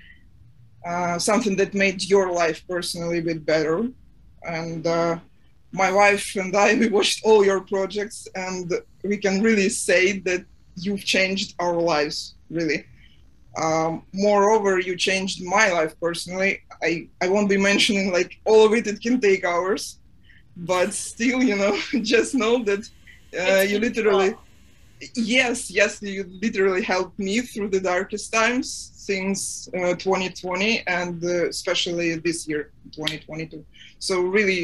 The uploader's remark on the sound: Post-Season 3 Zoom Party